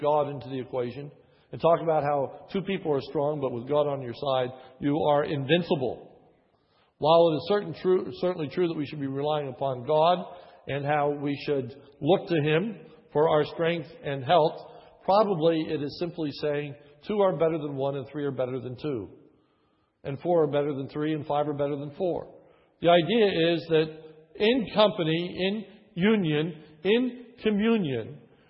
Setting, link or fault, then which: setting, large echoing room